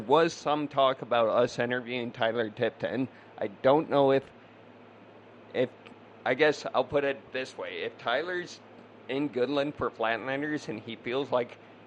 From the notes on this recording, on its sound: Live from championship night at Rolling Plains Motor Speedway